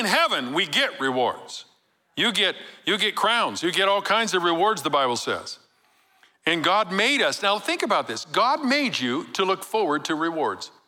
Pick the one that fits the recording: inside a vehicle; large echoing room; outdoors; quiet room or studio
large echoing room